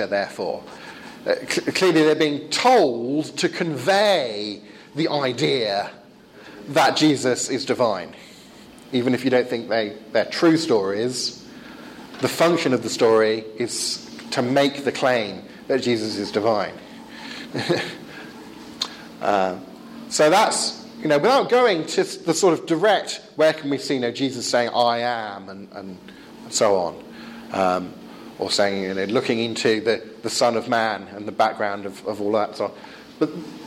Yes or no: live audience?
yes